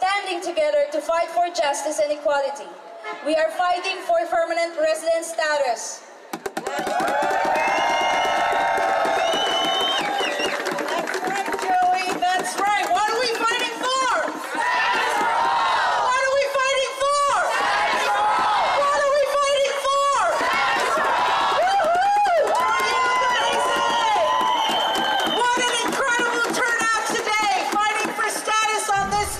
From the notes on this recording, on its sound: Out on the streets of Toronto covering live events. 'STATUS FOR ALL PROTEST'.